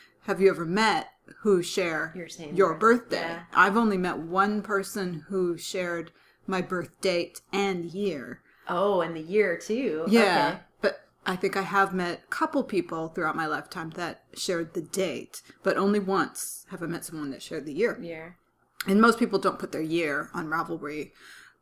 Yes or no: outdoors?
no